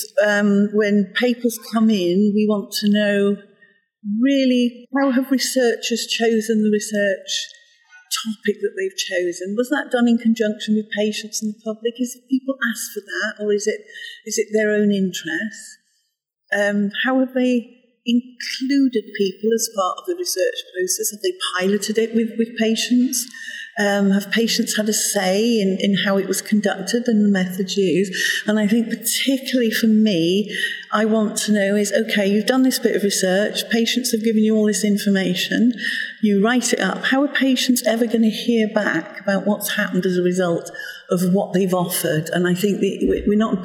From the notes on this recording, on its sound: talking at the Faculty of Sexual & Reproductive Healthcare (FSRH) Annual Scientific Meeting held at Edgbaston Stadium, Birmingham, UK on 17–18 May 2018.